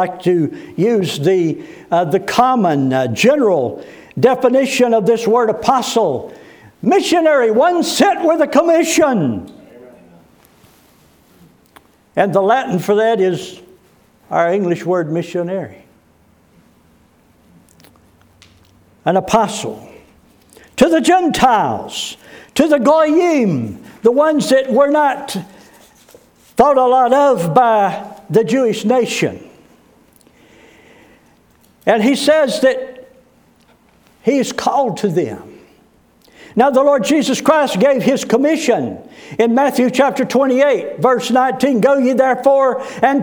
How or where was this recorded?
large echoing room